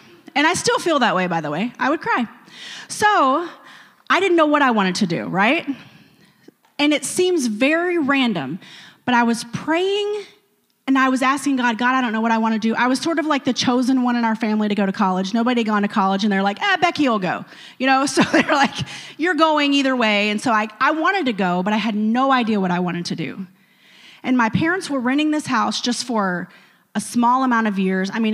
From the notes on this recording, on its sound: a service recording from Connect Point UPC